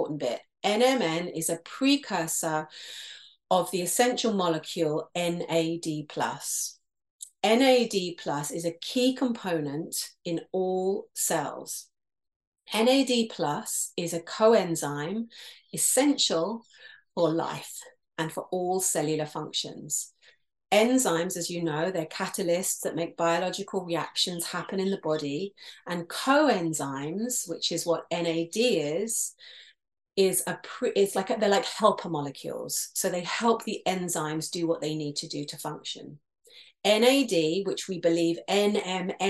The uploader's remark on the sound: This is a conversation from a live Call on January 16th 2023 within my Essential Empowerment Community.